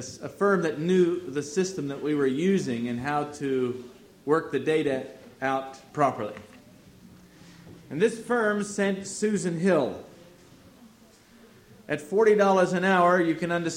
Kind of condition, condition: setting, large echoing room